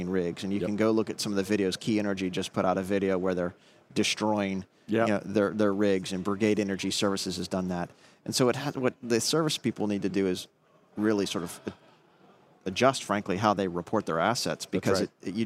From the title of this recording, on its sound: On the Road at NAPE 2022